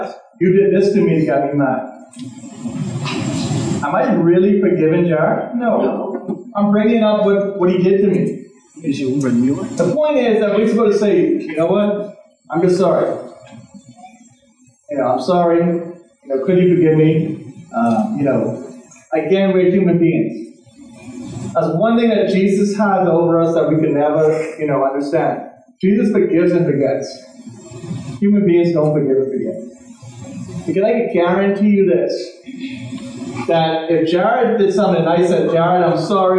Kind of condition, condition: fault, poor sound quality